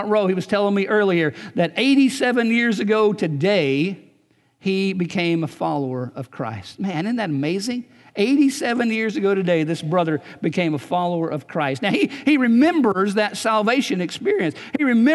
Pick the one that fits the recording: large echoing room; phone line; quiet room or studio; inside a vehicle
large echoing room